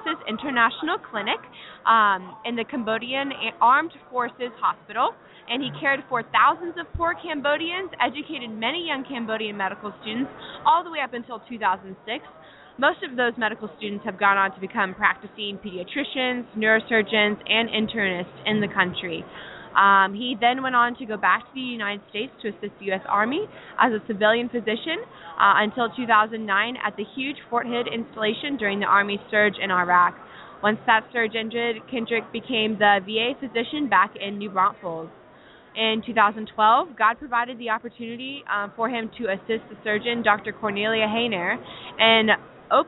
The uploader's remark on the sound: 2015 National Day of Prayer Mayors Prayer Breakfast New Braunfels Texas. We broadcast the Mayor's Prayer breakfast.